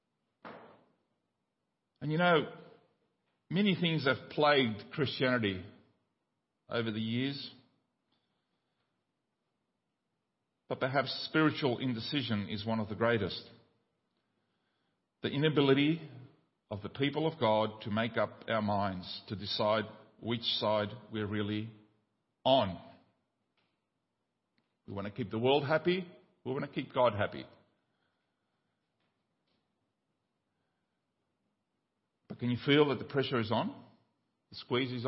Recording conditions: large echoing room